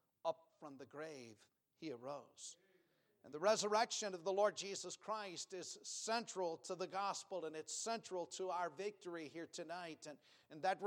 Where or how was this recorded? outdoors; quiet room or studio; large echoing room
large echoing room